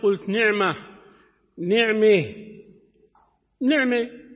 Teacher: الفتحة تمال إلى الكسرة باتجاه الكسرة، لكنها ليست كسرة · Term: الإمالة